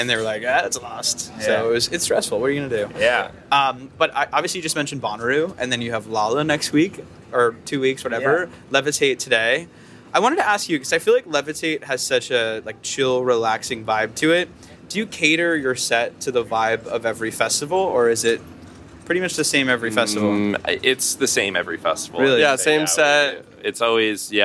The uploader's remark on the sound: Live from Levitate Music Festival. Live from the 10th Anniversary of Levitate Music Festival!